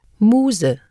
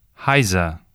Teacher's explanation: the consonant S is pronounced like English Z when it appears before a vowel or between two vowels. At the end of a word or when doubled, it is pronounced like English S.